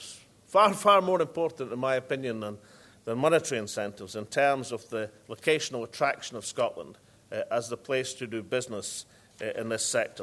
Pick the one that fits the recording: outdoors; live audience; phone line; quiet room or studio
live audience